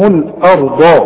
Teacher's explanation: عشان كده بندقق معاك ونقول لك ما تقولش الأرض، لا يا سيدي، الآرأ، فخم الراء والضاد فقط